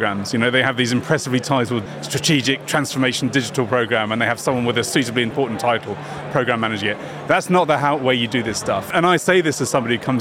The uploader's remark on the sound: FinTech Connect, that took place at the Excel in London. We recorded a series of interviews from the Freemarket booth with a number of the speakers and attendees at the event.